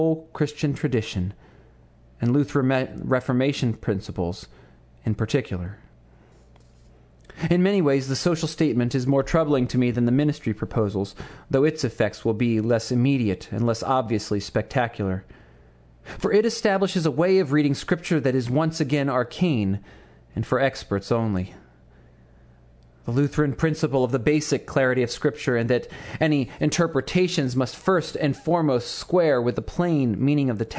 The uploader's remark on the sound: Sermon to his congregation of Christ Hamilton United on the Sunday immediately following the 2009 Churchwide Assembly of the Evangelical Lutheran Church in America.